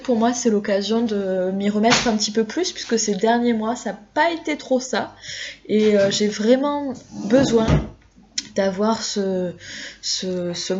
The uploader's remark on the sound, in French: Désolé pour le bruit de fond.